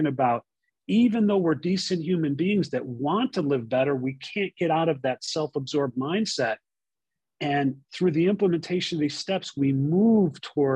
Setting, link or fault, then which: link, video call